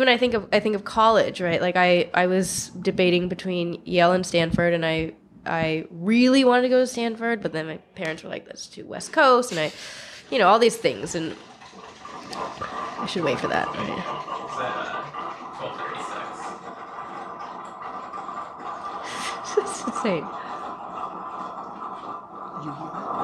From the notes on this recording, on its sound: This episode was recorded as part of our time at Podcast Row.